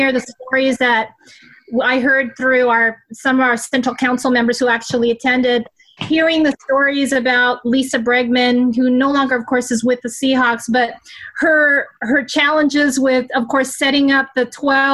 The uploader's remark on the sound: On a UK Seahawkers Zoom call. We hear stories, memories and more from several UK Seahawkers and some of our US pals too.